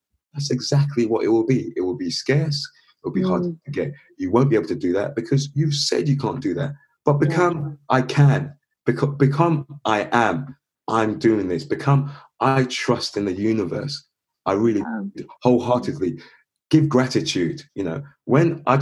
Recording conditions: video call